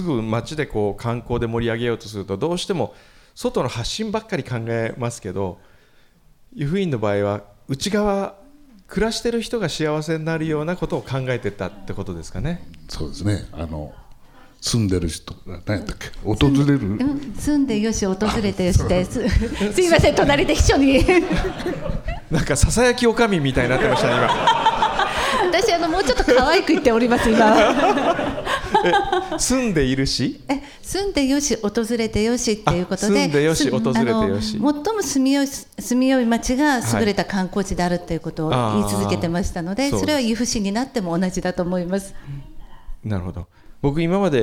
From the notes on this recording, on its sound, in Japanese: サンポス初の公開収録ディレクターズ・カット版！JR由布院駅にある「アートホール」で行った模様。